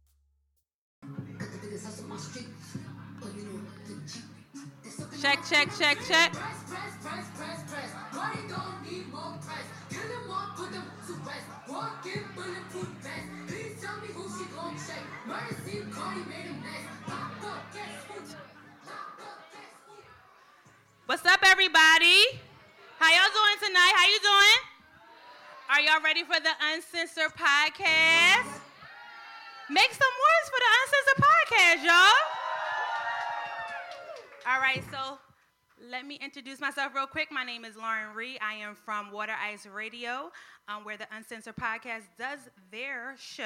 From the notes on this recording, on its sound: Pub Webb Live Show!! This weeks episode is we launch our most recent live show!